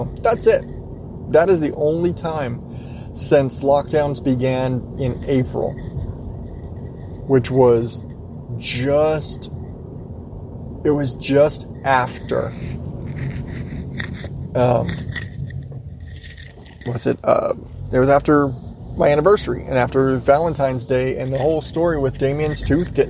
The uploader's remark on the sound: I'm driving home from work